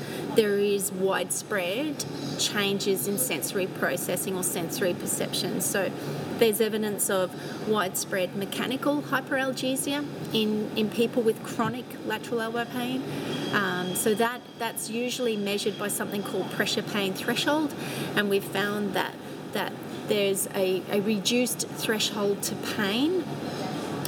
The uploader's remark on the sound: Recorded outside. Gold Coast in Australia, apologies for the sound of wildlife in the background !!